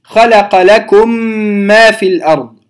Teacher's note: ميم ساكنة أتى بعدها ميم متحركة فندغم الميم الأولى في الثانية ثم نغن الميم · Term: إدغام صغير